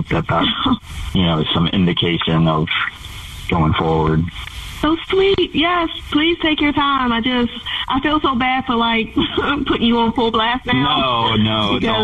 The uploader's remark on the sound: We get that other person on the phone